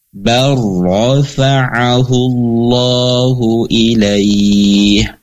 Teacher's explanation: Contohnya lafadznya bal dengan rofa'ahullahu ilaih. Jadi lamnya sudah tidak ada, tetapi masuk ke dalam huruf ro. · Term: idgham